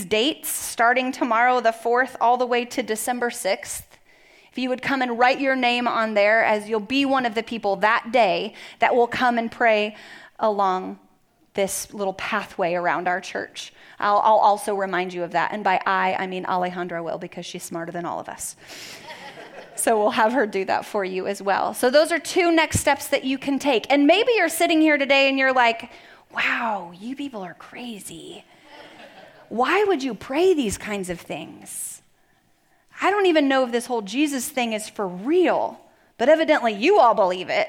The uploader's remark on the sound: Message delivered at the Benicia campus